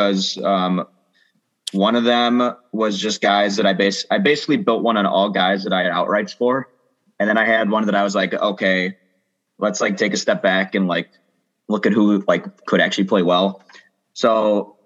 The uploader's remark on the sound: Zoom week with the boys scattered about.